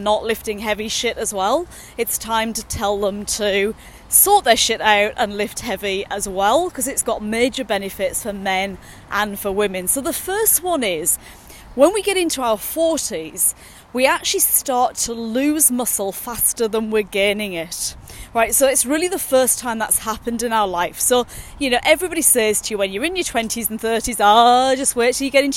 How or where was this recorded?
outdoors